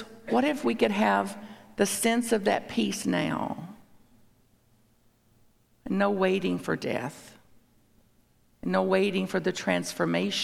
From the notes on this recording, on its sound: A talk at Unity Church. At Unity on the North Shore in Evanston, IL.